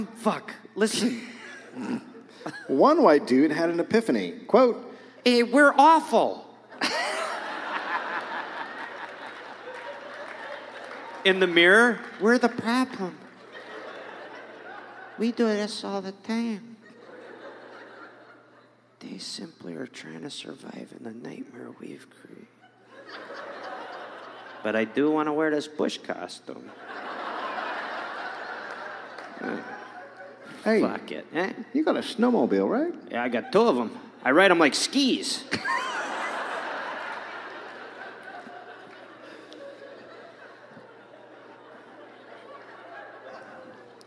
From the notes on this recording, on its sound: Recorded live in Madison.